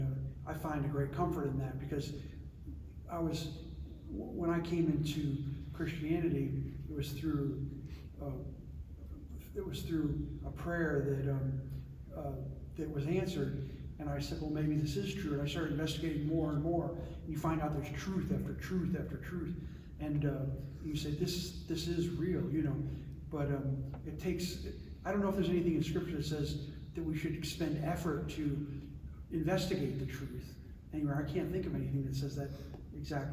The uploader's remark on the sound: Originally recorded on December 11, 2022, at Dunwoody Community Church.